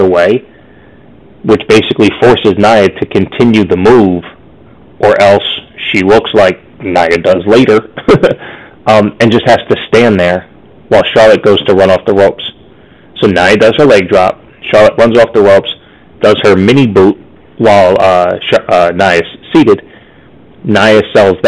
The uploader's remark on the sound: MY BAD, HAD TO RECORD ON A HEADSET!!! SORRY FOR THE AUDIO QUALITY!!!